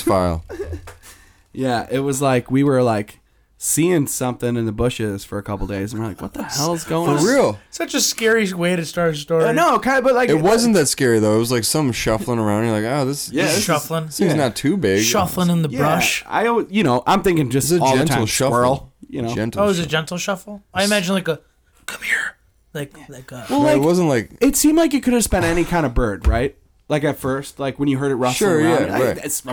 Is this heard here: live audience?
no